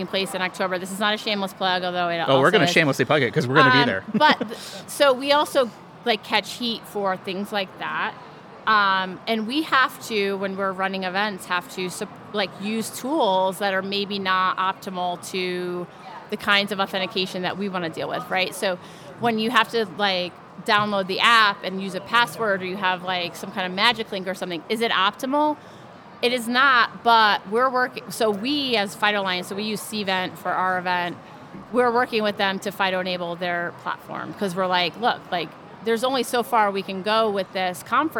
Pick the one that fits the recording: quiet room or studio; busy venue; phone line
busy venue